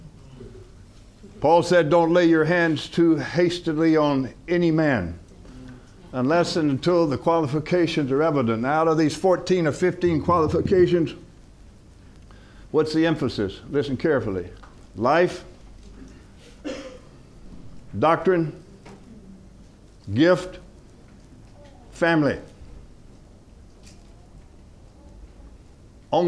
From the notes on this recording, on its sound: From the HeartCry Asia Conference 2023.